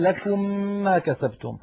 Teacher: كذلك عندما أدغمنا ميما في ميم كقوله تعالى لكم ما كسبتم، أدغمنا الميم من كلمة لكم في الميم من كلمة ما كسبتم، فنشأ عندنا ميم مشددة